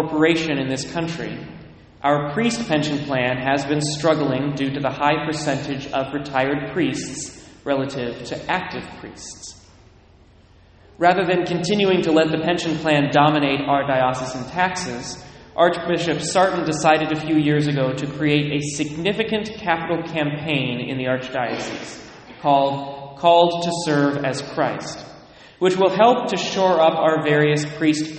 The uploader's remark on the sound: Delivered at various churches on various weekends